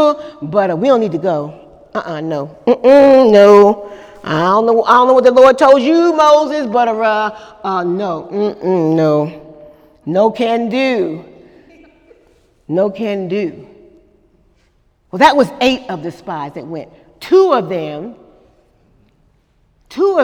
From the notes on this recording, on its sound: During Wednesday night service on March 28, 2018